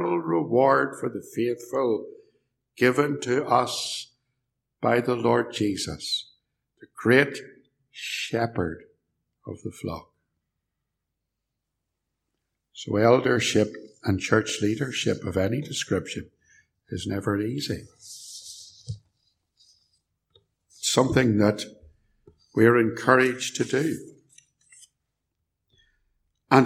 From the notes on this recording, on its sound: preached at Templepatrick Reformed Church